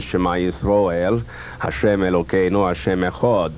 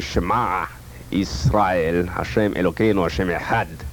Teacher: pronounce Hebrew in the same way that a Yemenite Israeli would pronounce Hebrew in a very, very glottal, almost guttural type of Hebrew · Shown in: second take